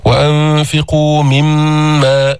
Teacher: من حروف يرملون، من حروف ينمو، يعني إدغام بغنة، فتدخل النون في الميم بتصير ميم مشددة